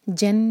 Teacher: نون پر غنہ، تو نون کو ہول کریں گے